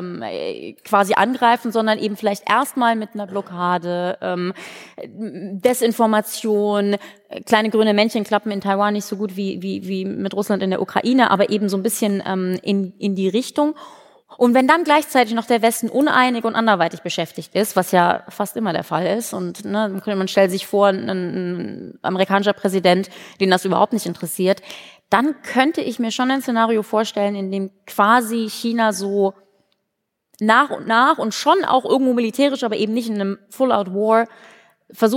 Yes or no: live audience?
yes